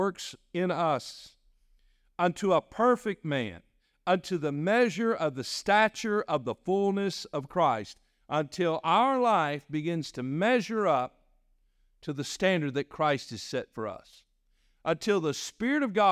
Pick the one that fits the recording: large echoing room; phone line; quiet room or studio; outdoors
large echoing room